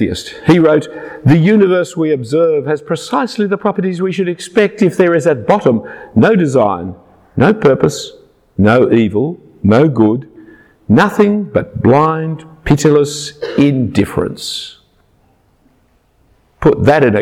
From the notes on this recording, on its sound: A talk preached at Christ Church Durham at an evening Christmas Carols service. Passion For Life Conference across the UK.